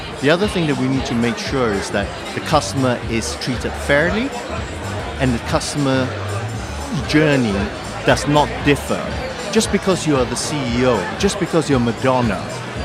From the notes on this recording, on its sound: The third and final episode recorded at Fintech Talents. The event took place at The Brewery, London in November where we recorded a series of interviews from Andaria's booth with a number of the speakers and attendees.